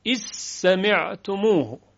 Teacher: مورد دیگر ادغام حرف ذال در سین هست